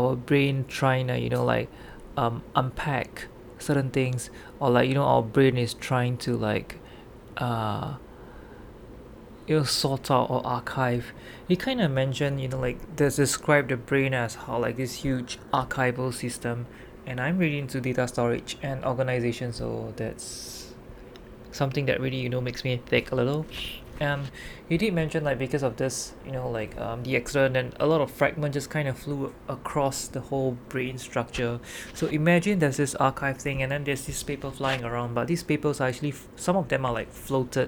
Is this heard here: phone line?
no